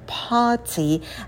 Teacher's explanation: На звуке п не теряйте придыхание. В слове party будет долгий звук а. Дотяните его, не обрывайте раньше времени.